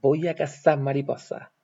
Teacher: El seseo, pronunciación con S de los sonidos za, ce, ci, zo, zu.